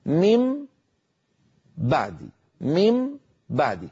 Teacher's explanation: أطبق الشفتين على الميم المقلوبة عن نون ثم أباعدهما عن باء أتت بعد ذلك